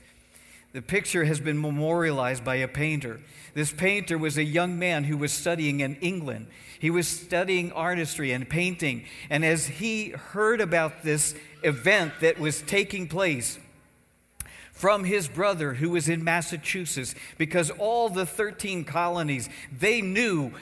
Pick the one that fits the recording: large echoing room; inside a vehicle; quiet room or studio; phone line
large echoing room